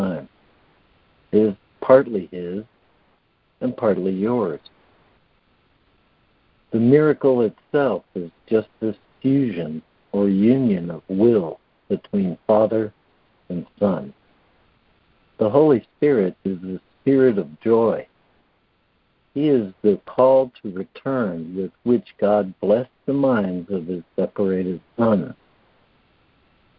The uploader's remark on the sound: ACIM Daily Conference Call.